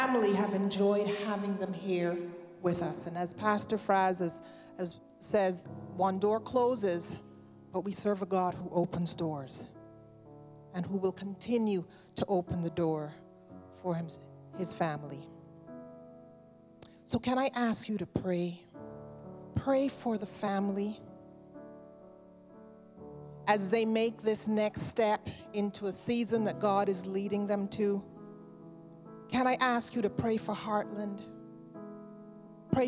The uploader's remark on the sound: Sunday Service live broadcast